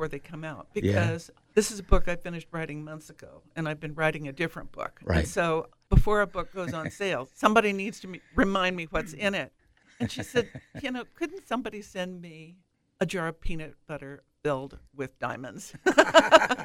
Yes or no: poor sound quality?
no